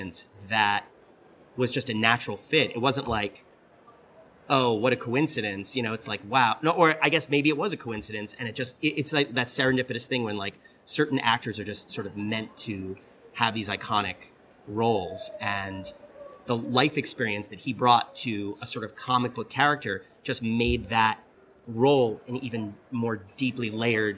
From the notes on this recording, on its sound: This latest episode was recorded last month while we were at LA Comic Con. This latest episode was recorded last month while we were at LA Comic Con. The folks there were able to connect us with this opportunity for an exclusive one-on-one interview.